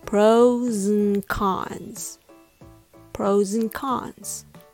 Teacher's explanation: In natural speech, and is often reduced to und, or even just n.